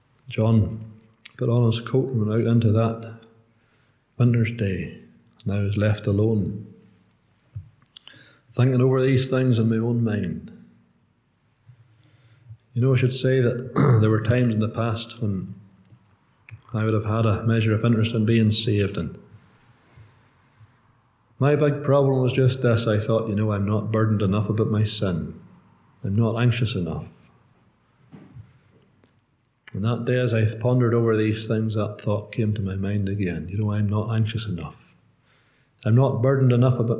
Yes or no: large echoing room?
yes